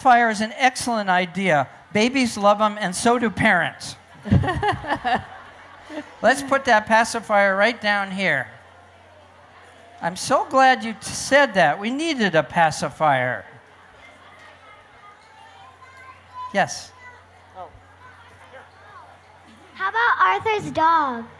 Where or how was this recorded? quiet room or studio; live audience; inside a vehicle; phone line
live audience